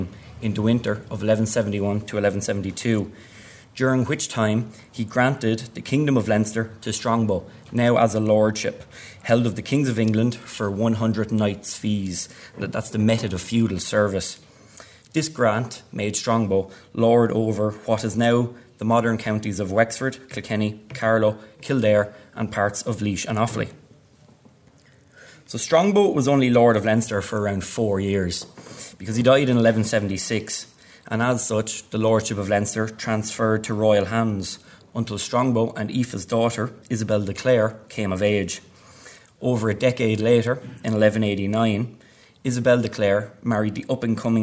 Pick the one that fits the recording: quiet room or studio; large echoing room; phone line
large echoing room